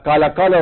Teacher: من تغييرات القاف العامية قلبها همزة كما نفعل نحن في بلاد الشام وفي مصر